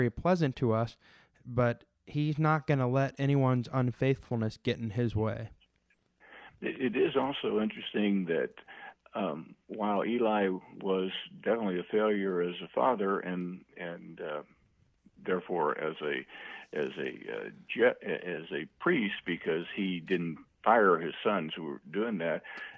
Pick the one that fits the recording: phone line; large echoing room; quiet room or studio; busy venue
phone line